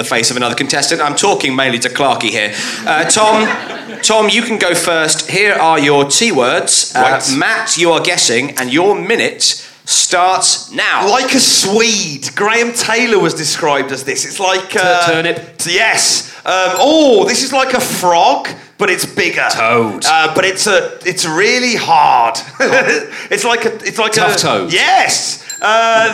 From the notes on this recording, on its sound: at the Leicester Comedy Festival for a kettle-themed show